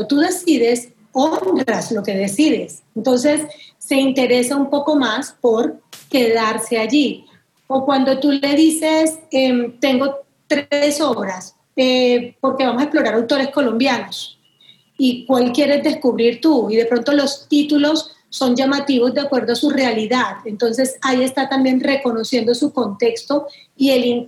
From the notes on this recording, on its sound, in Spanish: Para este episodio estuvimos conversando por ZOOM.